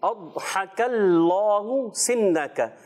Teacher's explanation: ये दौत जो है थोड़ा सा पुर रखना है, काफ को बारीक रखना है और अल्लाह का लाम इसमें जलालत जो है अल्लाह पाक का लाम मोटा करके अदहकल्लाहु सिनक।